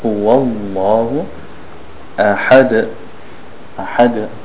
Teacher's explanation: Dal is strong with the qalqala.